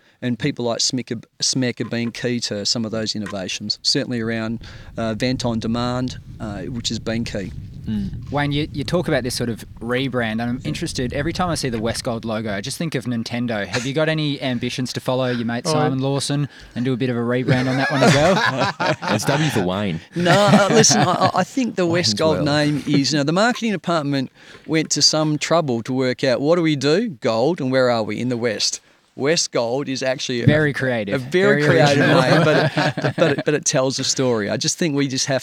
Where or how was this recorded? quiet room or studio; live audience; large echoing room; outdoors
outdoors